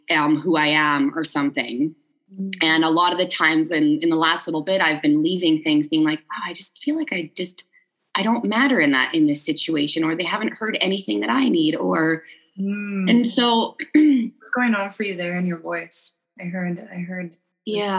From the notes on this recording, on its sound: Live Session with Empowered Living. Recorded a live zoom counselling session.